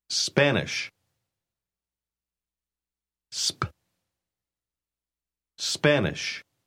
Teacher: Note que usted debe decir sp y no esp.